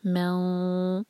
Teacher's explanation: نون کی آواز کو چھپائیں گے، میم کو لائٹ رکھیں گے، میں، اور پھر ہیوینس لائیں گے ضاد کے لیے، میں دو دن، ضاد کے بعد دال آ رہا ہے، ضاد زبان کے سائڈ سے ہوگا، دال زبان کی ٹپ سے، میں دو دن.